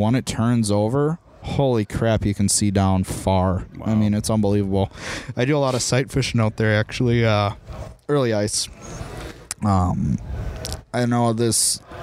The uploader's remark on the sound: On location at Gander Outdoors. During the "First Ice' event.